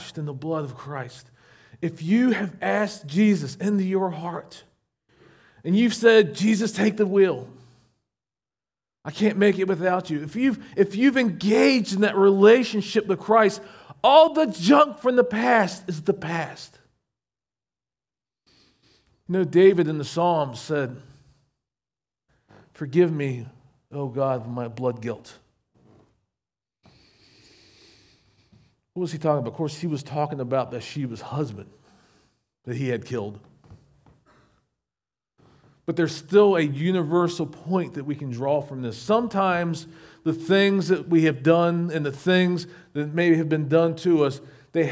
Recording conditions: large echoing room